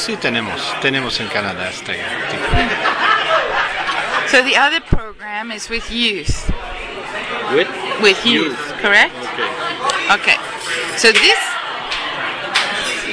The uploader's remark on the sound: Excuse the backgrond noise as we speak at the Chateau Frontenac in Quebec City atthe end of a busy day.